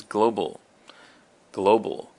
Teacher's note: And the emphasis is on the glow.